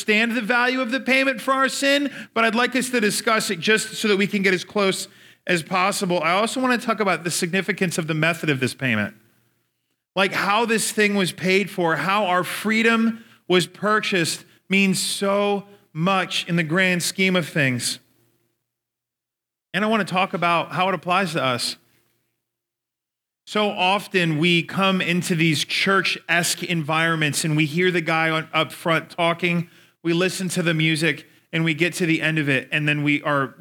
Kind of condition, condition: setting, live audience